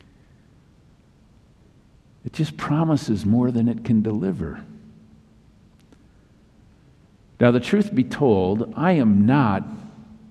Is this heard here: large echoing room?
yes